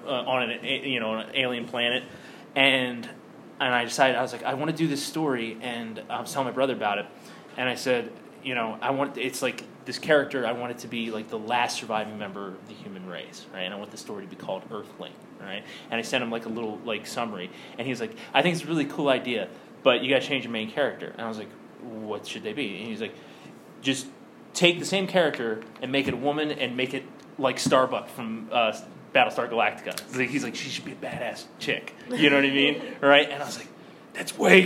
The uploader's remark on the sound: Harford County Public Library Comic Con panel